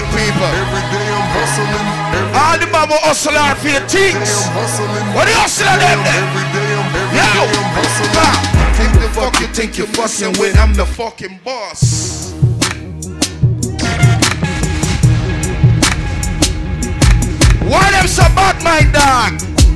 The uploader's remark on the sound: LIVE IN CITY VIBES VICTORY PARTY